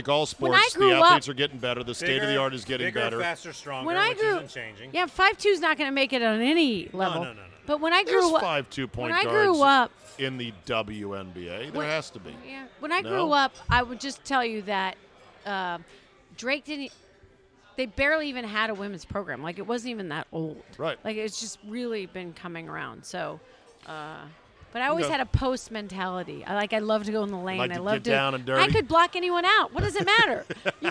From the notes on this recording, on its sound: Recorded at DC Prime Steakhouse in Ashburn, VA.